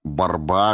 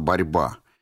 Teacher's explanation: У дриговичей произошло отвердение «р» – «борба» вместо «борьба» · Shown in: first take